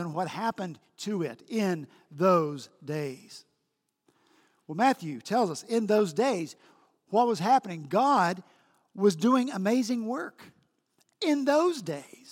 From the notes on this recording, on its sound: At Redeemer Presbyterian Church in Charleston, SC